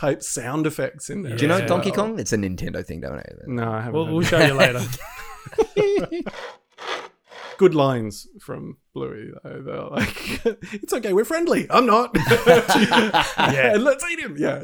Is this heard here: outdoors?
no